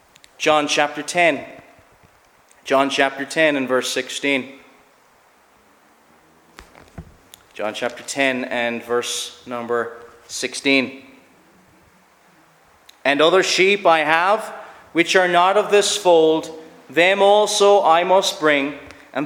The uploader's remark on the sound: Preached at Shettleston Free Church -Continuing- at their communion season.